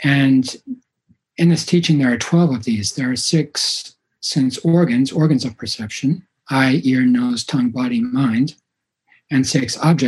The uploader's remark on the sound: Zen Mountain Monastery (Via Zoom).